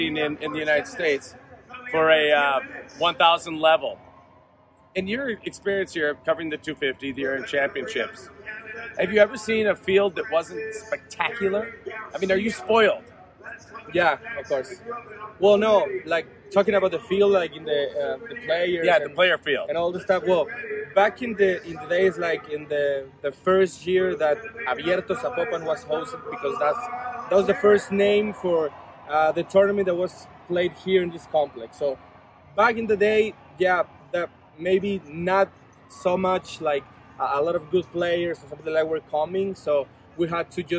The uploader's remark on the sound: Live from WTA Guadalajara 2022